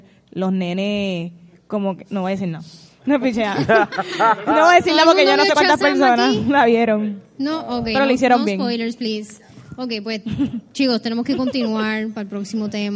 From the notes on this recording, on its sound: Puerto Rico Comic Con 2019 Panel. Llevado a cabo por el equipo de Movie Network en el Puerto Rico Comic Con 2019.